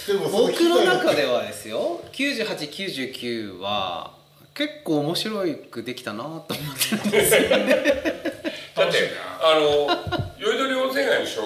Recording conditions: poor sound quality